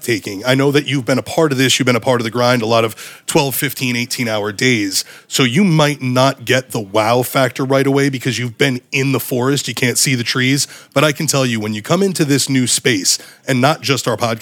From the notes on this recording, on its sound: live recording taken from the all new EMG Podcast Studio during the HQ Grand Opening Event September 27, 2023